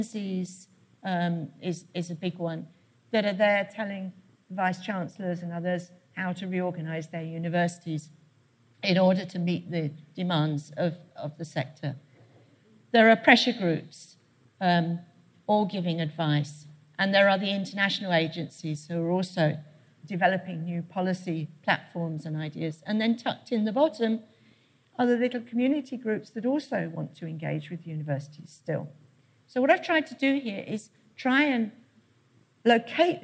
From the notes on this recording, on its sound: Keynote at SRHE Annual Research Conference 2017